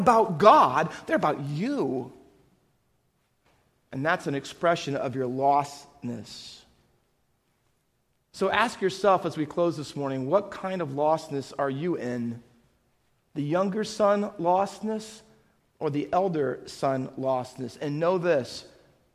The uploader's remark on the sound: Faith Baptist Church in Hamilton, NJ.